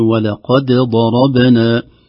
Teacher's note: في أول الآية ولقد ضربنا، الدال قابلة للإدغام في الضاد، فلا نقول ولقد ضربنا وإن كانت موجودة في بعض القراءات، لكن حفص يظهرها، نقول ولقد ضربنا. إذن عندنا في هذه الكلمة إظهار الدال ويستلزم قلقلتها، صعب نحن نظهر الدال بغير قلقلة.